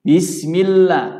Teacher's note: harokat kasro tidak boleh miring. E tidak boleh.